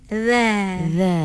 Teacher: Dha dia kena rendah je. Keluarkan lidah. Dalam masa yang sama, rendahkan lidah kita. Maksudnya landaikan.